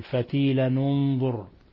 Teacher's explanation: فتيلا ننظر بالكسر تخلصا من التقاء الساكنين · Term: بكسر التنوين وصلا